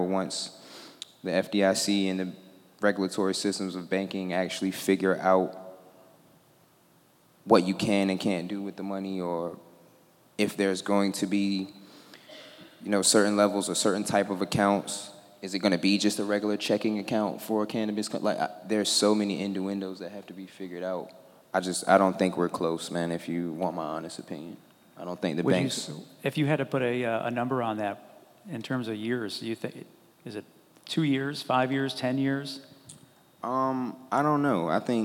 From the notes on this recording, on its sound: This episode is part one of three Fervent Four Show episodes that were recorded at the Mighty Dream Forum.